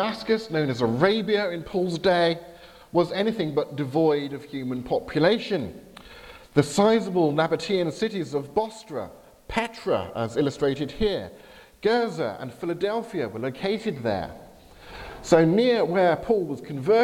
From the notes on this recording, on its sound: Service at Highfield Church Southampton. Due to technical problems I had to have the IT folks at the back of church advance the power point slides I was using on my behalf.